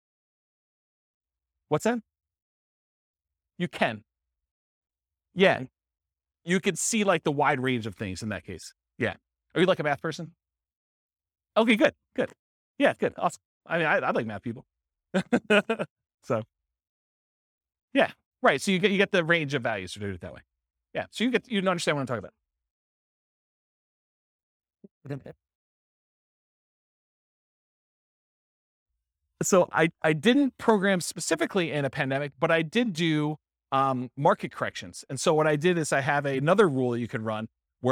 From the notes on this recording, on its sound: This was a live class recorded